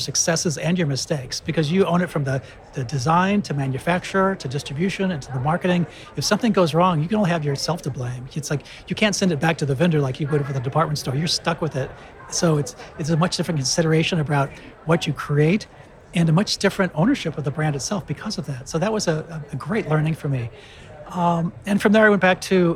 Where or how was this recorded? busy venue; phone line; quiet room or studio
busy venue